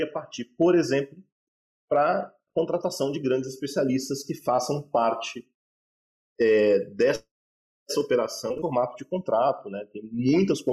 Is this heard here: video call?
yes